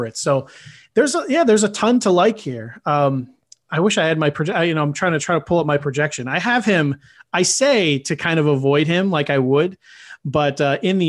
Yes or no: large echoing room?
no